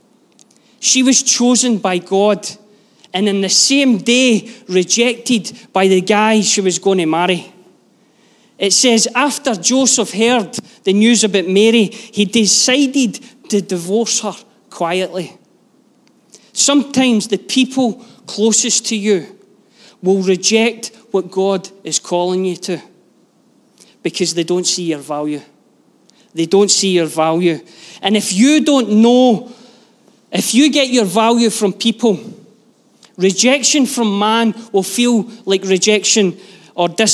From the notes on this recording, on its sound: Live from our Sunday gathering